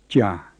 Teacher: The plain j is not like the aspirated sound we write ch in the English word char, and it's not like the j in English jar. It's halfway between the two, ja.